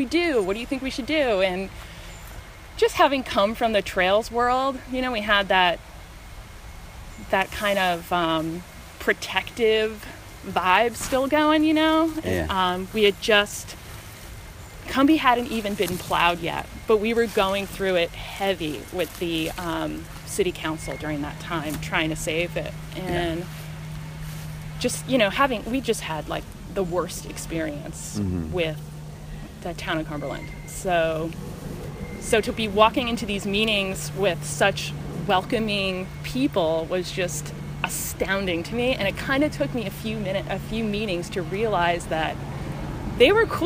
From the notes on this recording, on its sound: Recorded at the Cody Diggs trails during the … (IG handle) benefit jam.